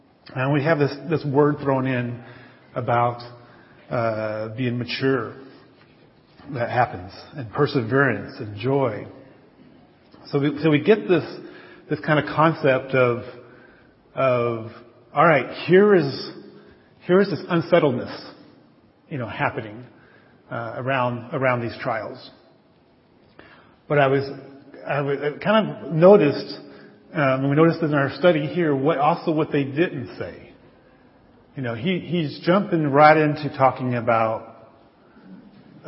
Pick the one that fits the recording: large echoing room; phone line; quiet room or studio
large echoing room